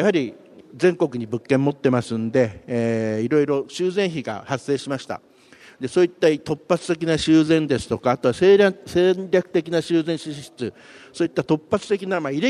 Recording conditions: live audience